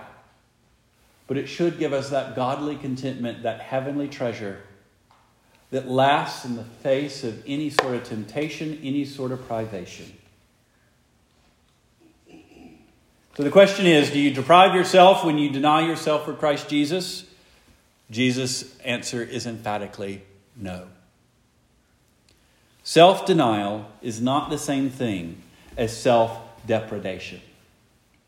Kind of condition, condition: setting, large echoing room